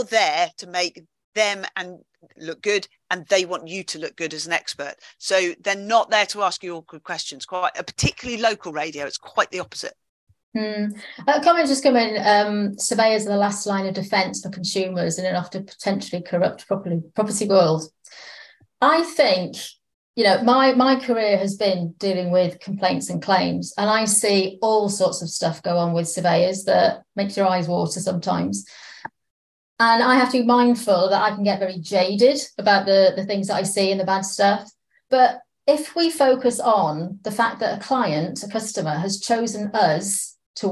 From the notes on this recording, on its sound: It was recorded as a webinar and shared with The Surveyor Hub Community.